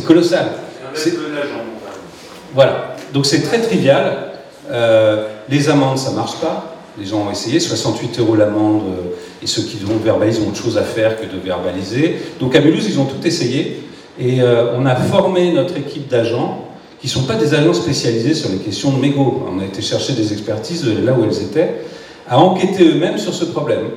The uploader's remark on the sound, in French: Echanges avec le public.